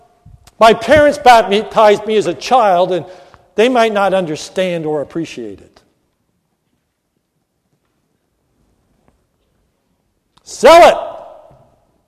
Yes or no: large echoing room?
yes